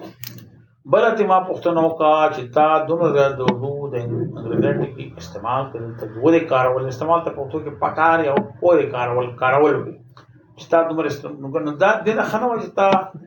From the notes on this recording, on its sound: We apologize for the background noise.